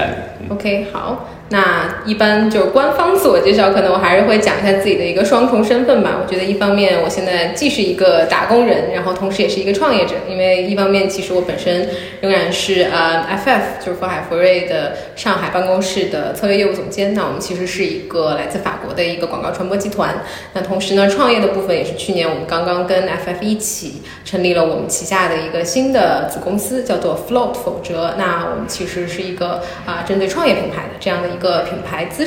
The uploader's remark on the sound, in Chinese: 这期节目在杭州好朋友的茶空间，茶晓涧现场录制，茶晓涧第一家店在杭州黄龙万科林立环抱中，室外绿树成荫，非常舒服适合待着喝茶看书聊天的地方。